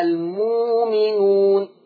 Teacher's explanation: الميم تشكيلها مضمومة، يبقى يتناسب مع الضم الواو، لذلك هتبدل بواو مادية فتقرأ المؤمنون.